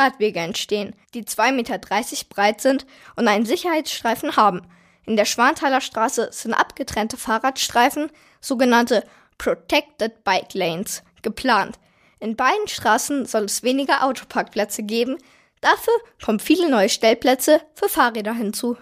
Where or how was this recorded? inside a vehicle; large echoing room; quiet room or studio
quiet room or studio